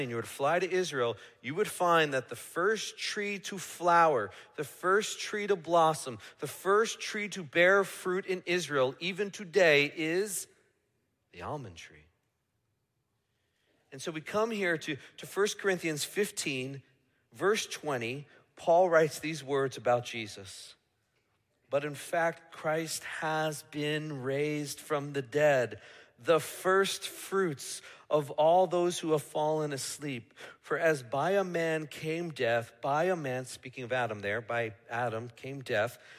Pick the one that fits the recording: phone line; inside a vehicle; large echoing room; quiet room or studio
large echoing room